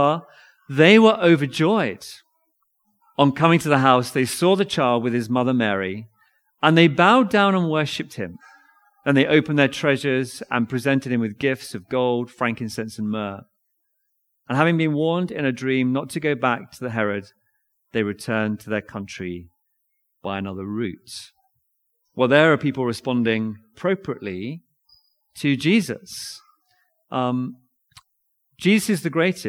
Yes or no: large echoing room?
yes